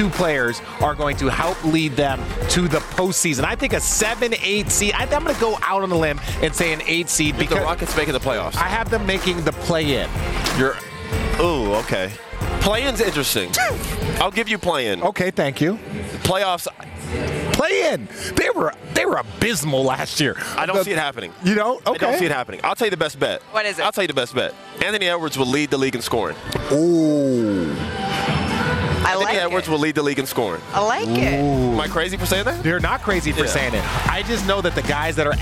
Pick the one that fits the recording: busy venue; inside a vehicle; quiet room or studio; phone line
busy venue